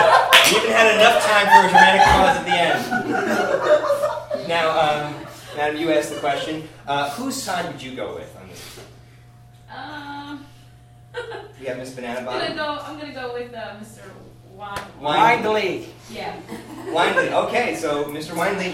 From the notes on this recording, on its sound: Respond to important issues suggested by the audience! Pity Applause performs live improv comedy every other Friday in Brooklyn, NY!